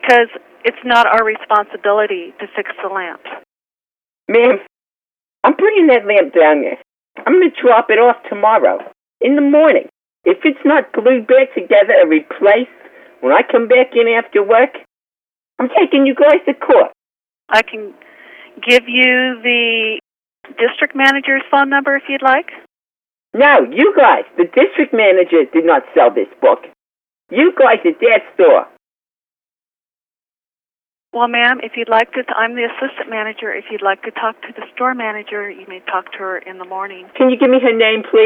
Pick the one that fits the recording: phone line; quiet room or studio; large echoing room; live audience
phone line